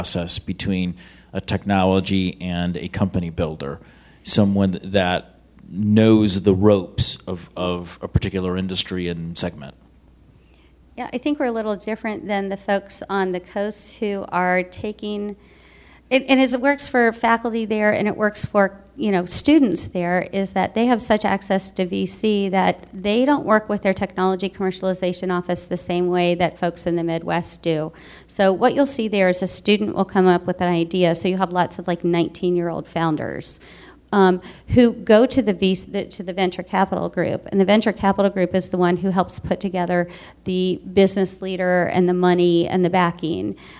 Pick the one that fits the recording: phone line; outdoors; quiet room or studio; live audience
live audience